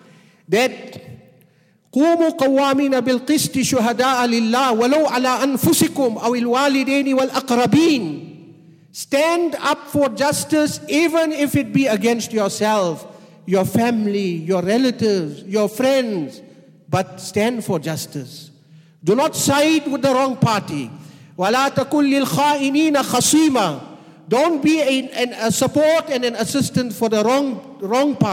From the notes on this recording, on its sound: at the Houghton Masjid (West Street)